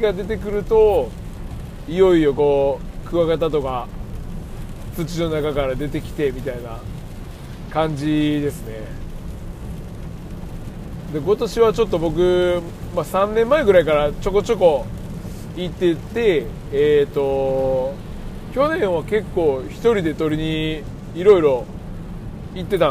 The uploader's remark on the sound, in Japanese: 京都店からの帰り道に収録